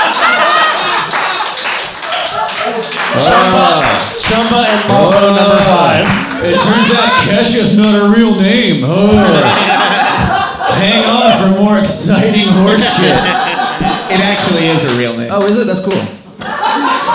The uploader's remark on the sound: Live at Kelly's Olympian in Portland, OR - the game of the 60 second screenplay!